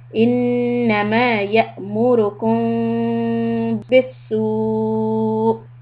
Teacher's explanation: So this is going to be ikhfa shafawi. You're going to stop here for 2 harakat, lips slightly apart, and the meem sound is going to be then a little bit hidden.